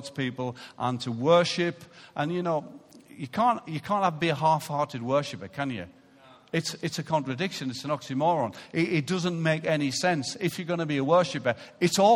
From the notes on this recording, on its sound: Recorded live at Life Church Lancashire on Sunday 23rd September 2018.